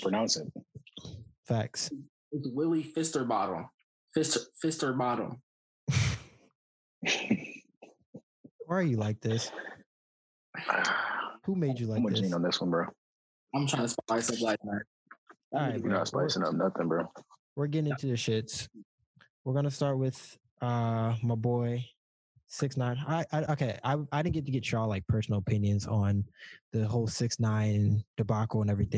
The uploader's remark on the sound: The Lousers are all together again on a special zoom episode.